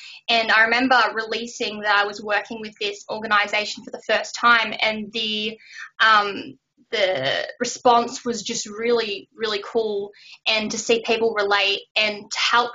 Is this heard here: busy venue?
no